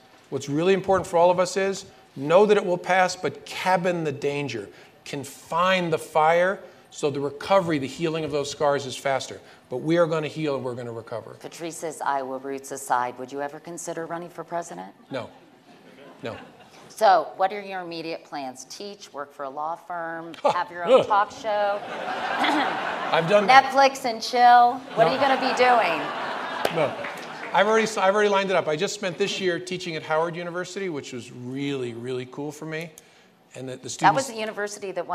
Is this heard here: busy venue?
yes